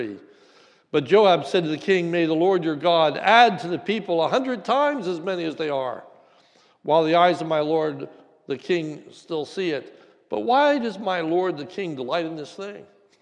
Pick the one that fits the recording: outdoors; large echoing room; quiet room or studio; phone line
large echoing room